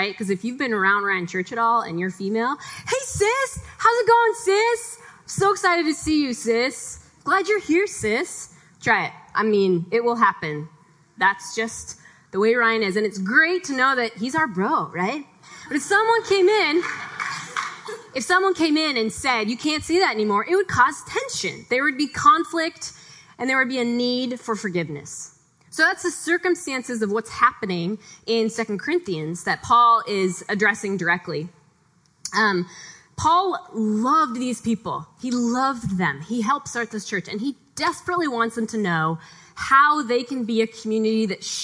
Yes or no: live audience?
yes